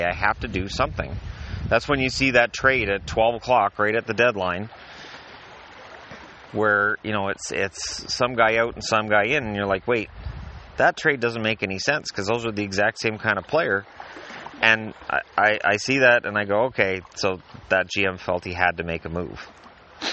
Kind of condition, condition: setting, outdoors